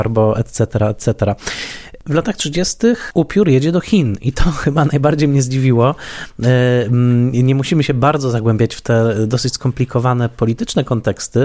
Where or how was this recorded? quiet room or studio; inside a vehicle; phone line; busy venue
quiet room or studio